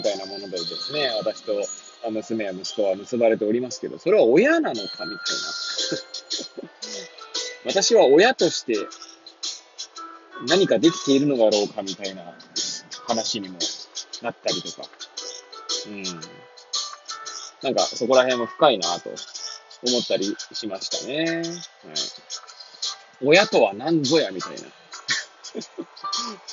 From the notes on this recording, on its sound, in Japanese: Airpods を付けた状態で、車中で収録しており、雑音などが入る可能性があり、ご容赦ください。